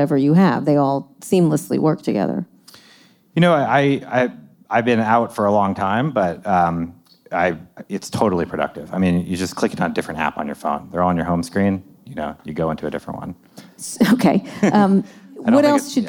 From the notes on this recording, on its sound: live conversation recorded at Made By We in New York City